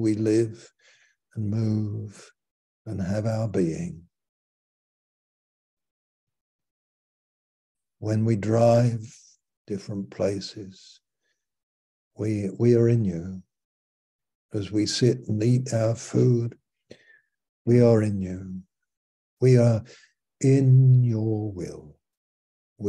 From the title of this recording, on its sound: Malaysia Meets (Zoom)